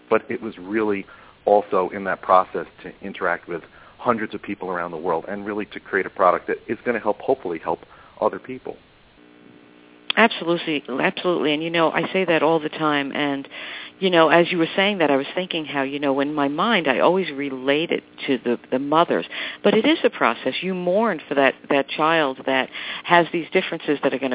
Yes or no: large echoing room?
no